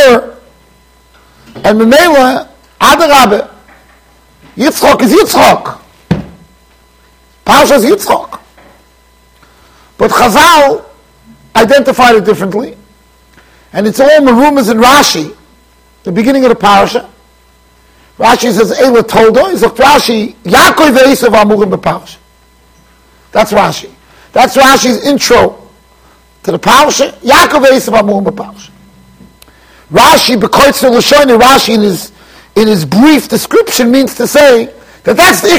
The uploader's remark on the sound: Shiur recorded in Yeshivas Ohr Reuven, Monsey NY.